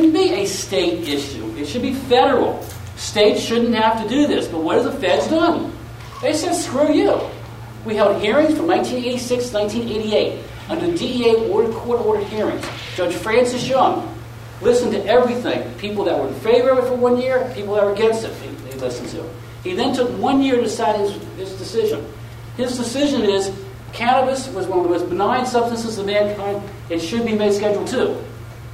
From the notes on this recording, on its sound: Audio from the Helena Montana Medical Growers Assocation Cannabis Symposium that I went to back in September.